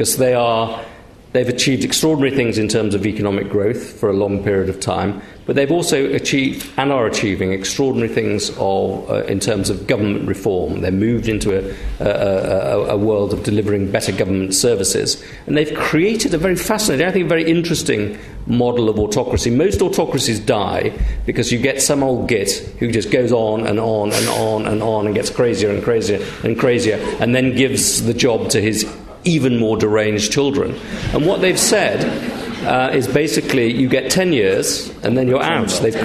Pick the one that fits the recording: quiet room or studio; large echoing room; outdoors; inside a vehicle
large echoing room